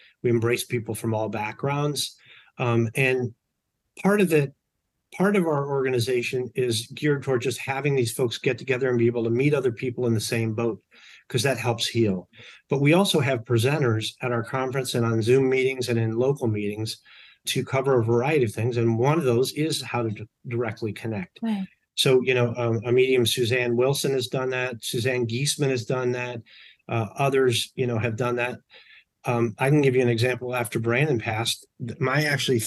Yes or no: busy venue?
no